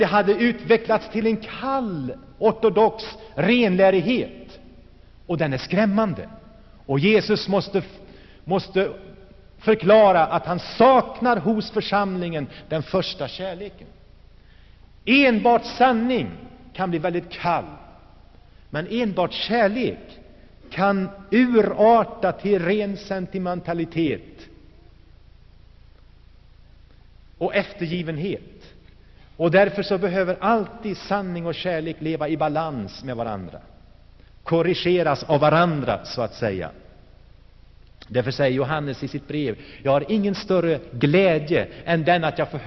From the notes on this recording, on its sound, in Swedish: Inspelad i Saronkyrkan, G&#154;teborg 1984-11-11.